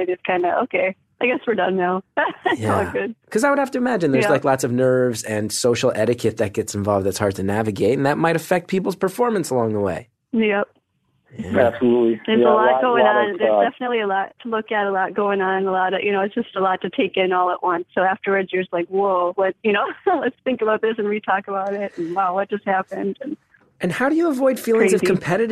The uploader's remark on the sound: It's just a three-way phone call, but this week's callers are a married couple.